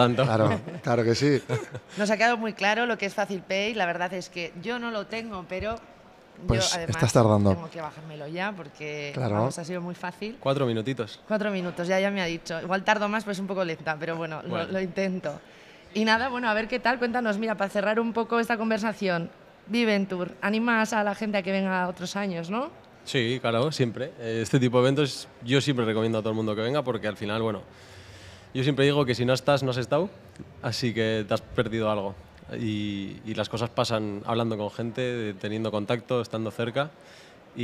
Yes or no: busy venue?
yes